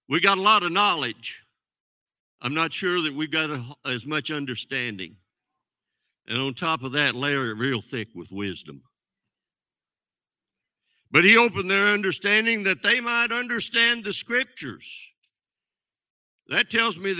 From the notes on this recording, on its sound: This sermon was recorded live on May 13th, 2022 at Newark United Pentecostal Church.